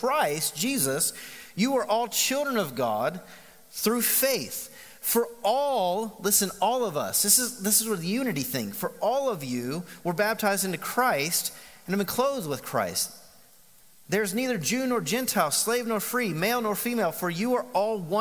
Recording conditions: large echoing room